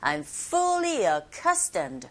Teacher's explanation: Accustomed의 U 철자 윗부분에 강세가 있죠. 그래서 어로 시작한 이 모음 자체는 앞에 fully와 연결이 됩니다